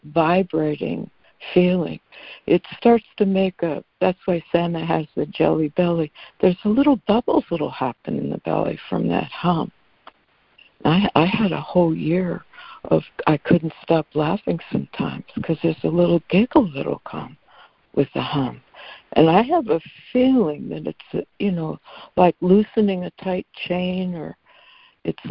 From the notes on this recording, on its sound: ACIM Daily Conference Call